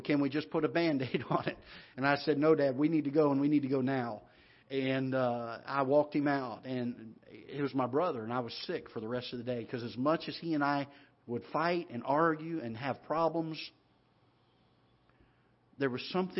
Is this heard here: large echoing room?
yes